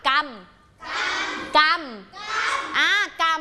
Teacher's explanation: เด็กๆไม่ต้องกระดกลิ้นเพราะว่ารอเรือ2ตัวทำหน้าที่เป็นสระอะ